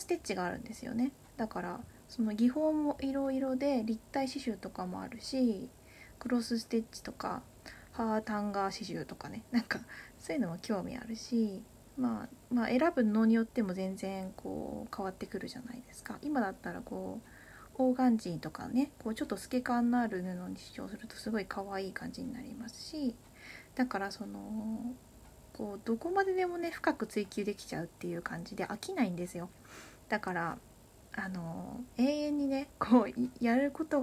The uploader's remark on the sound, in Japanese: From Radiotalk。かなりノイズが入ってしまっていてごめんなさい。